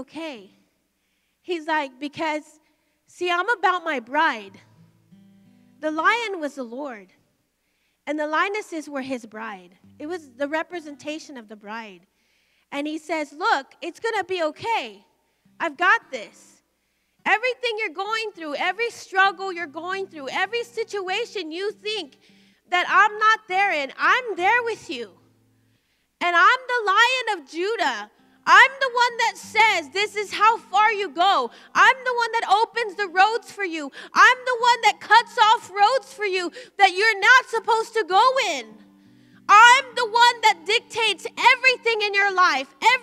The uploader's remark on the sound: Recorded live by Media Revival TV on location from the Emerging Streams Apostolic Center.